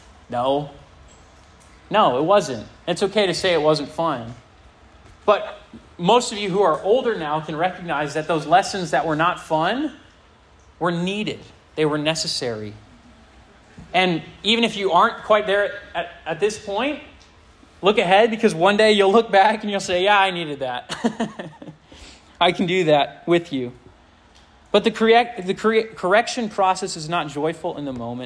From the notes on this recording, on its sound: This sermon was preached to a Junior + Senior High audience